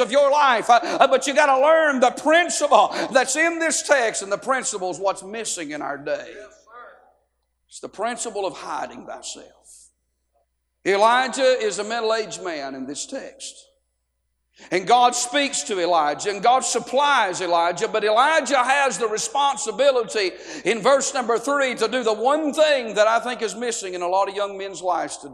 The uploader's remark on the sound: A sermon preached Monday Morning during our Spring Jubilee, on March 27, 2023.